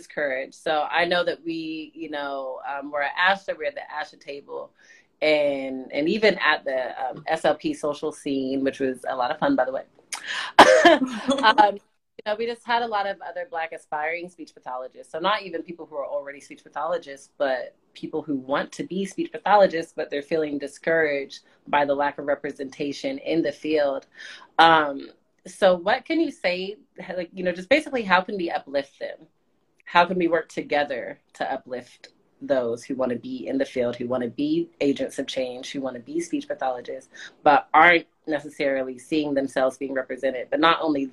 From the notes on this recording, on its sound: IG Live discussion